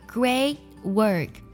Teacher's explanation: great 的 t，还有 work 的 k 呢，都要进行一个不完全爆破，不要把这个 t 和 k 读太重了